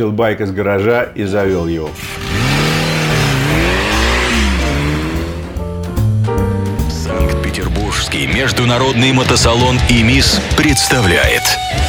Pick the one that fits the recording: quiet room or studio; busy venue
busy venue